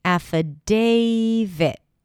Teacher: Then day, that's the primary stress.